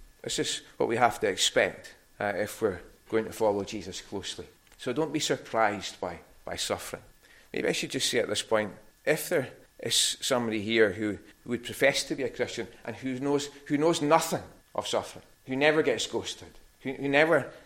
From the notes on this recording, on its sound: recorded at North Harris Free Church on the morning of Sunday, 20th August 2023.